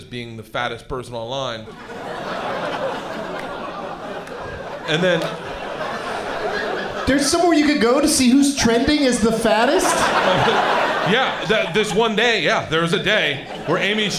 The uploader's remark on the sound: Live from the Funny Bone in Columbus, OH